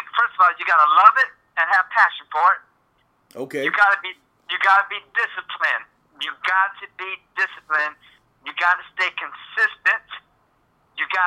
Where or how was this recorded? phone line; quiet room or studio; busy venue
phone line